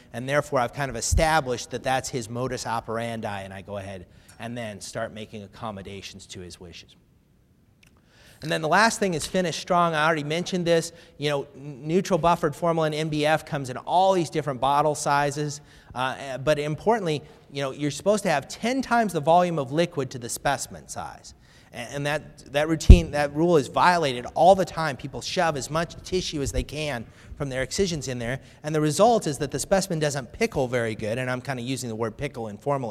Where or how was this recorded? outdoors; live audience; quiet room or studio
live audience